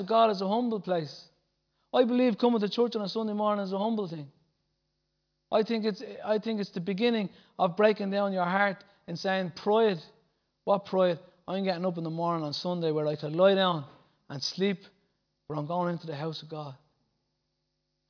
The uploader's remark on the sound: Recorded live at Liberty Church on 7th April 2019